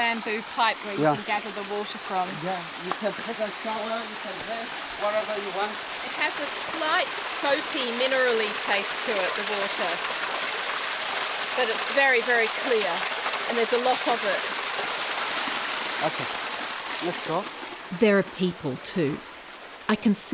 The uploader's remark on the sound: we walk beneath the canopy and hear at last, the way the forest should sound